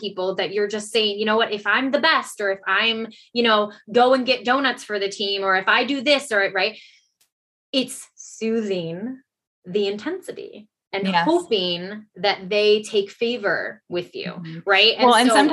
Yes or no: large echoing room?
no